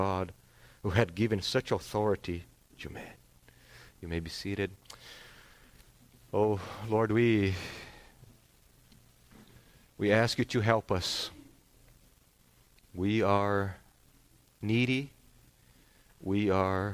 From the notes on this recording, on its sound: This sermon was preached on September 11th, 2022 at Salem Reformed Baptist.